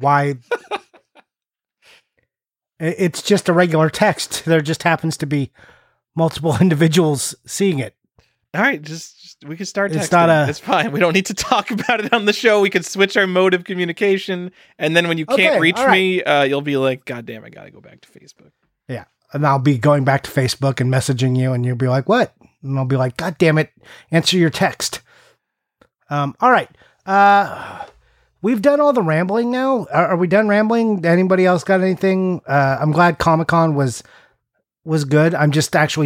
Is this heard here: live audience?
no